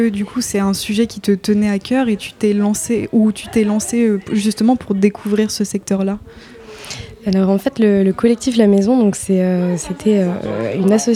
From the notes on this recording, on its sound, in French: En direct de la CRESS Normandie ! Aujourd'hui nous sommes en direct du lancement du mois de l’économie sociale et solidaire dans les locaux de la CRESS Normandie à Hérouville Saint Clair !